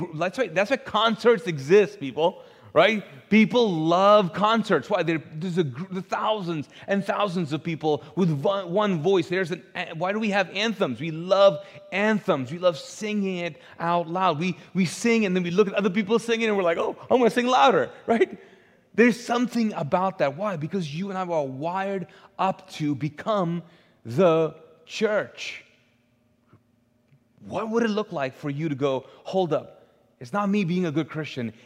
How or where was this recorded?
large echoing room